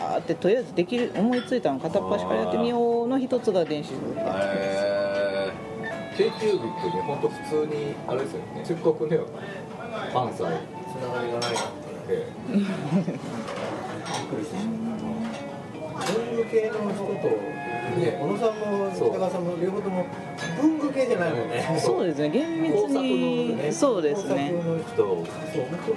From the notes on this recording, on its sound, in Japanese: 店内BGMなどのノイズがガッツリです。お聞き苦しいかもしれませんがご容赦下さい。